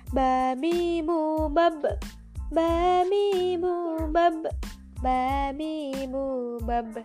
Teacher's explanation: yang ada di bibir bima wafa kita mulai dari huruf ba sifat huruf ba berdasarkan keluarnya nafas termasuk dalam jahar atau jelas berdasarkan keluarnya suara termasuk ke dalam syiddah atau kuat berdasarkan terangkat tidaknya pangkal lidah termasuk ke dalam istifal berdasarkan lengket